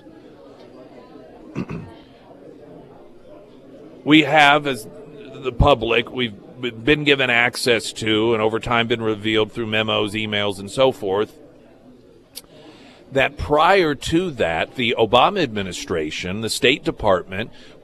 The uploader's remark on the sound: broadcasted live from Scrambler’s for the “KSGF Friday Roadshow”